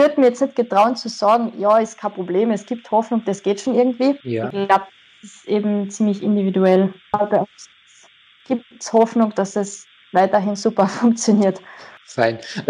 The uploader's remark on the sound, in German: ein Telefoninterview